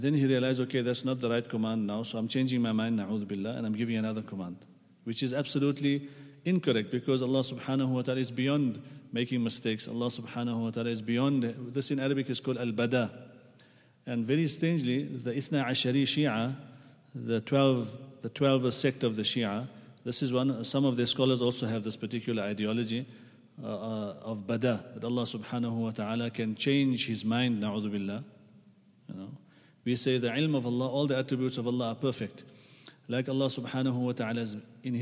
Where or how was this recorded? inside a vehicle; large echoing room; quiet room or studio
large echoing room